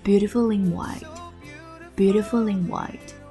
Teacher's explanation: Beautiful 跟 in 辅音加元音的连读